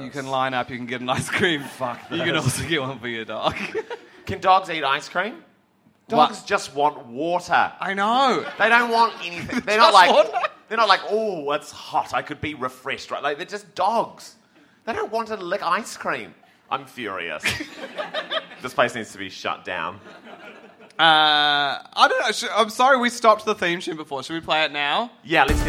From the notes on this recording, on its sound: are live in Melbourne